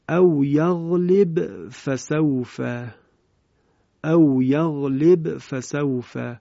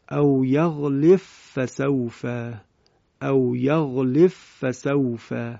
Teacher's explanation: دقت بفرمایید اینجا طبق روایت خلف به همین شکل، یعنی ب ساکن هست، به قلقله تلاوت میشه و کلمه فسوف هم که بعدش تلاوت میشه و هیچ ادغامی صورت نمیگیره، یعنی کاملا به اظهار خونده میشه · Shown in: first take